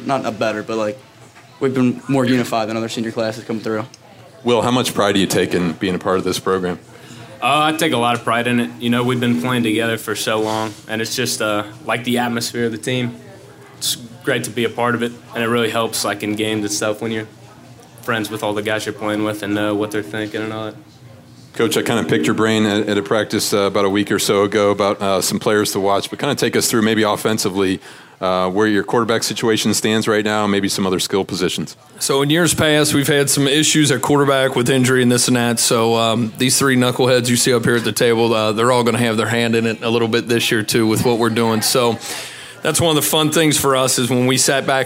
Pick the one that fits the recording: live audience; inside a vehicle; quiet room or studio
live audience